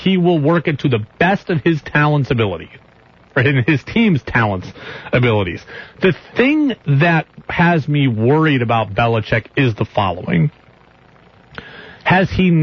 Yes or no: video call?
no